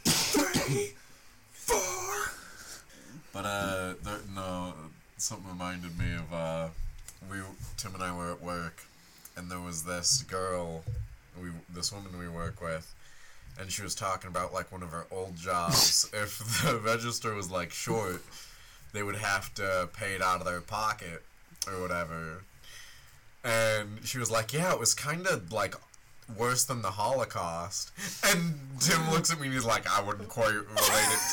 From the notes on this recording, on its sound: we tried recording in a new setup and it didnt work!